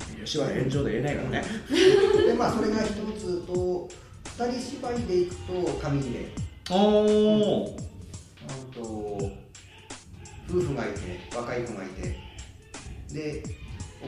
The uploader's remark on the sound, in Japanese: 広い部屋でマイク２本しか使っていないため、お聞き苦しい部分が多々ございます。